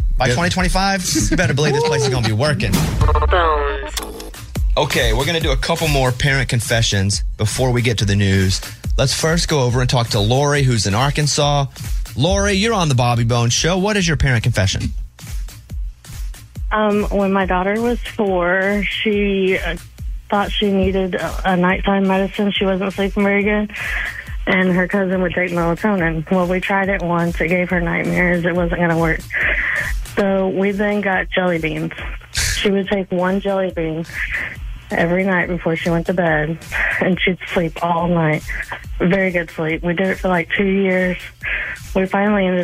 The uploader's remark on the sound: listeners called